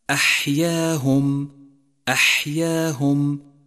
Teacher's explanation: صفة الهمس لحرف الحاء من كلمة أحياهم أحياهم، فلا بد هنا من جريان النفس معها لتقويتها